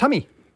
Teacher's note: It's a child's impersonation of saying stomach. You drop the S and you've got tummock, and then you just say the E on the end, tummy.